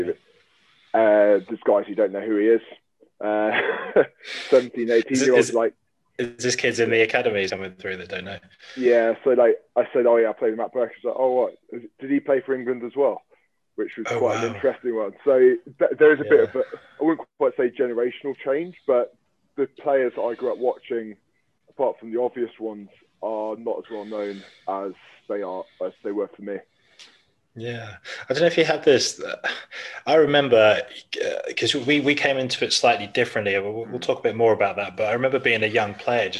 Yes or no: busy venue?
no